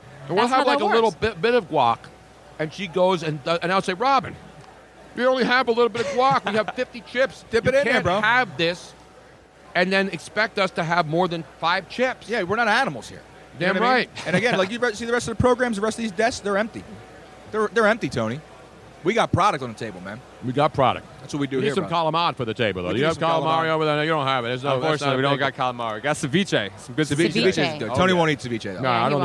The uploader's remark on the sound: LIVE from #SuperBowl52 Radio Row in #Minnesota at #MallOfAmerica